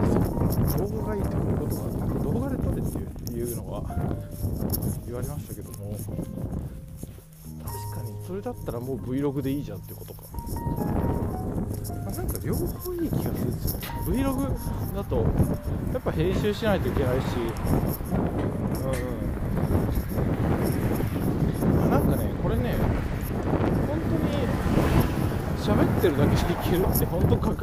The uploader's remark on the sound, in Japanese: iPhoneの付属イヤホンのマイクのみで野外収録。風が強い日です